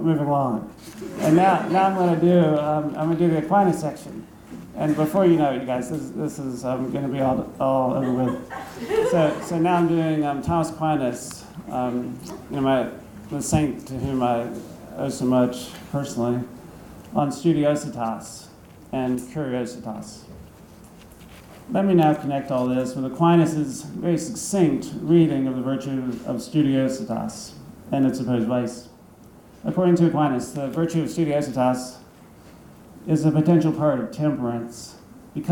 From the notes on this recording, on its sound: Thomas Aquinas Lecture at Christendom College.